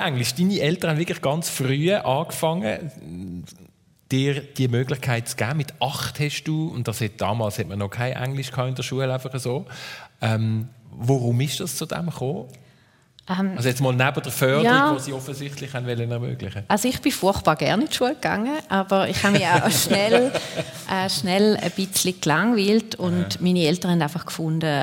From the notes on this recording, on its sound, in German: Juni 2023 live aus dem Casinotheater Winterthur.